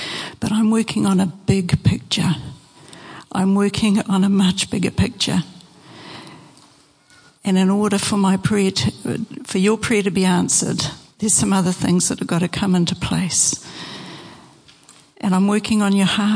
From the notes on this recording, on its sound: Preached at Horsham Downs on 27/08/23.